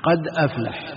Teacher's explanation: تنقل حركة الهمزة إلى الدال